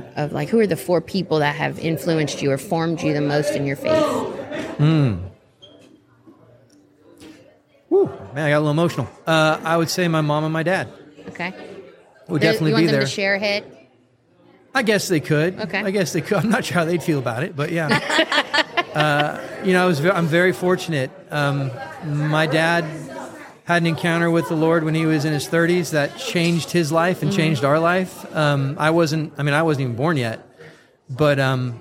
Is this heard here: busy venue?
yes